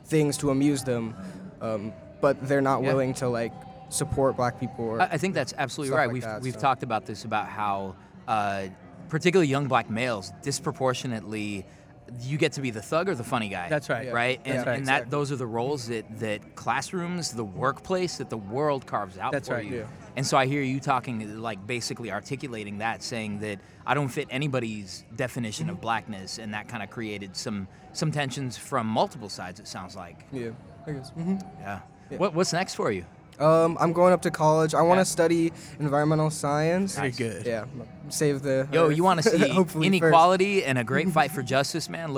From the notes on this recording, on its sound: Recorded live in Houston at the National Education Association's Conference on Racial and Social Justice in Houston, TX.